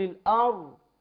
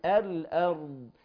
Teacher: فنخلي بالنا يا أحبة ونأتي باستطالة، يبقى هنرقق الهمزة، نحقق سكون الراء ونحقق سكون الضاد مع الاستطالة · Shown in: second take